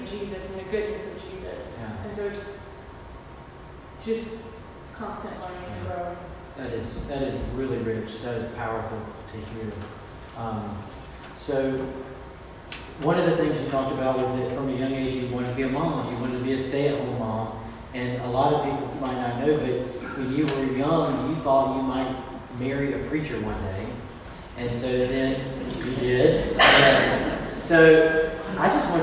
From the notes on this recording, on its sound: recorded Sunday, February 23rd 2020 at our 11:00am worship service